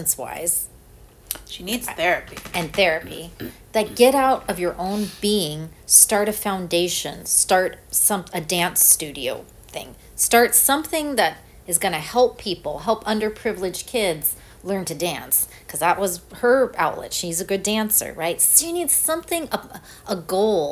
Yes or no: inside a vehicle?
no